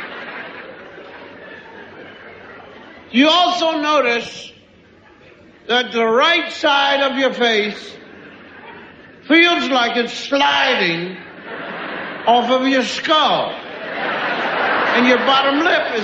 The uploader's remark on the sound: recorded at a performance in Canada